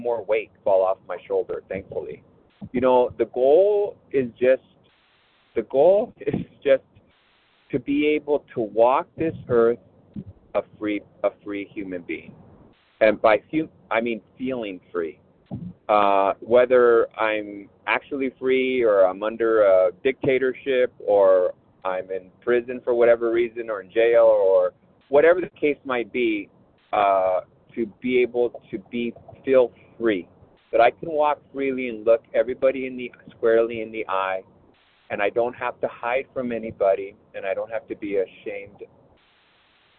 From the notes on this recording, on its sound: 100 Pounders Phone Meeting